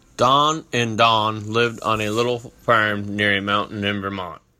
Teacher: He definitely had a glottal stop, several glottal stops. And I got to pause here for a moment because the glottal stop is maybe the big characteristic most associated with the present-day Vermont accent.